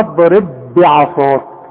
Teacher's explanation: البه الثانيه اي مكسوره وعليها الشده تبقى متحركه. ادغم البه دي في البه دي، خليها به واحده واوعى تقلقلها